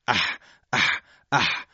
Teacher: در اثر تنگ شدن دیوارهای حلق، هوای بازدم ما بدون اینکه مرتعش بشه سایش پیدا میکنه و صدای نسبتاً گرفته و خشنی رو در خودش به وجود میاره که این صدا همون صدای حرف حا هست.